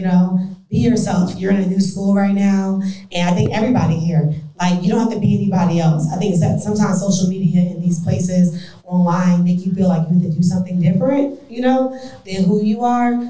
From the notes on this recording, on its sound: Live Recording. Live podcast recording - recorded during the Femininity Brunch Event. Answer live questions from my fems attendees.